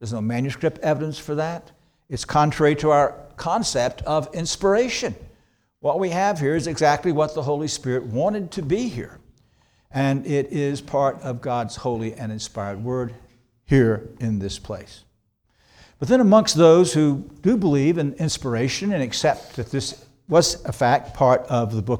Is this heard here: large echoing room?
yes